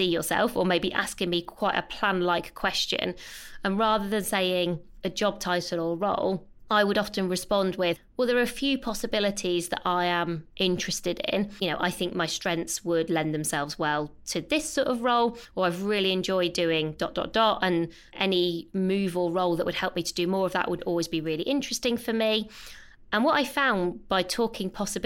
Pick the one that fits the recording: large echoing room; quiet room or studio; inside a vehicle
quiet room or studio